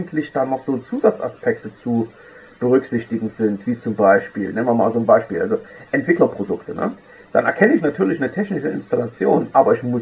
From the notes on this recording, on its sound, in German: Auf Grund technischer Probleme ist die Tonqualität leider nicht optimal.